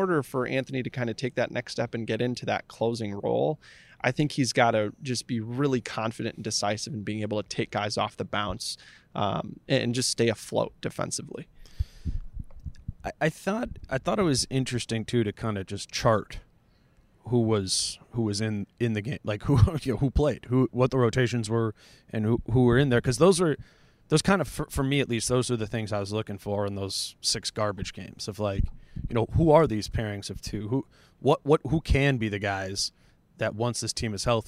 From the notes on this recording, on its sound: Live from Target Center for an immediate reaction to the Timberwolves overtime loss to the Spurs.